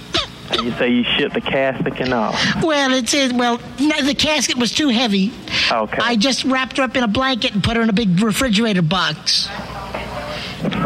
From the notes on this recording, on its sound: Prank Phone Calls Collection